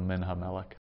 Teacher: the accent would be on the Meh of Melech. So we tend to speed up early syllables in a word like that.